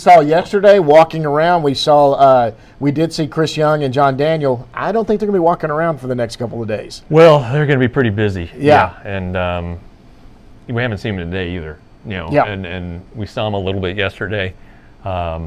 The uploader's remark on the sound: Excuse the audio, this was done on a concourse without our studio equipment